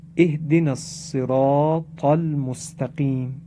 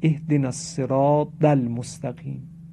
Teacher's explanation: این کلمه صراط با طاء مؤلفه، یعنی طاء دو نقطه و منقوط نیست، طاء الف داره. برخی برای اینکه این طاء رو درست تلفظ کنن شبیه دال تلفظش میکنن · Shown in: second take